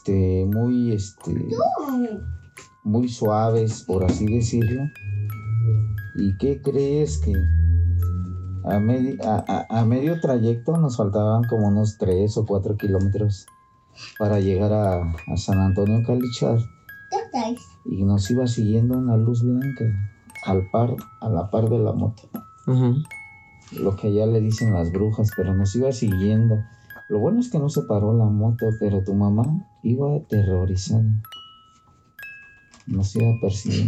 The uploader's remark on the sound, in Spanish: Una disculpa por el ruido de fondo puesto que no obtuve un lugar mas tranquilo para grabar trate de minimizar el mayor ruido posible, por si notas cortes fue por eso.